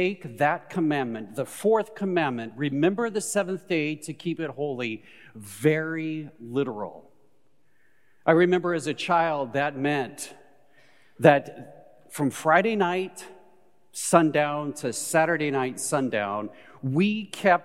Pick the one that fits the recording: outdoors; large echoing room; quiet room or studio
large echoing room